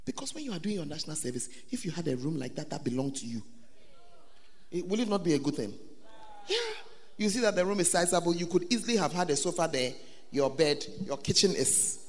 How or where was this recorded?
live audience